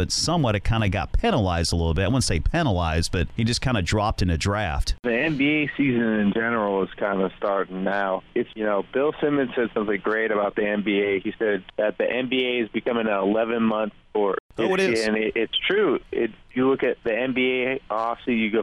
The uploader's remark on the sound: phones in from the City